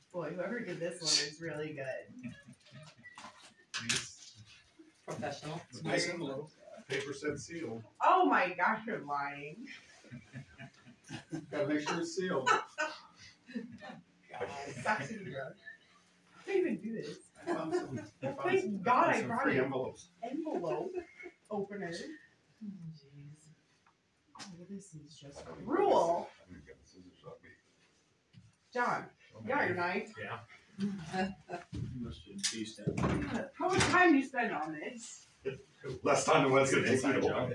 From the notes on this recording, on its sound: AUDIO - March 14, 2023 Sac City Council Meeting